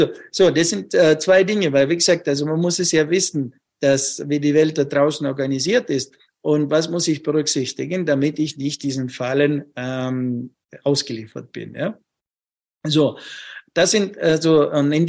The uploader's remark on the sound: Live Webinar.